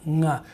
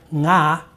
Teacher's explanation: a velar nasal, the NG sound, ng, which is all over English, but it's never at the beginning of a word